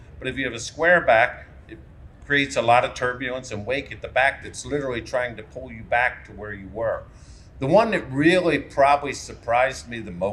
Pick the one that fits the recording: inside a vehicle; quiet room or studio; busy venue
busy venue